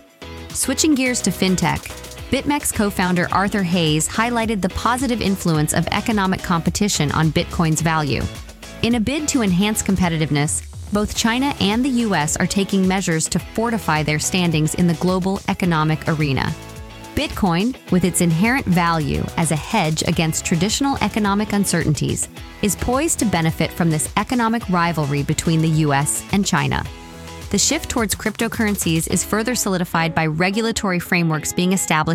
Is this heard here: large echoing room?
no